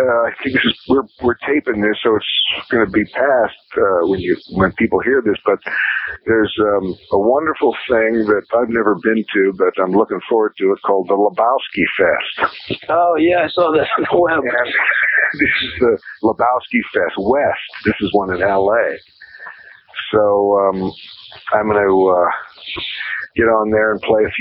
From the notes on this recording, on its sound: do this interview by phone